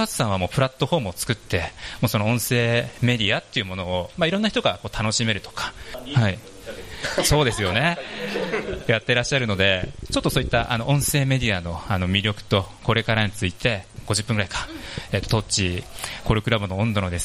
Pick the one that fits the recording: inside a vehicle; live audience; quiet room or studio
live audience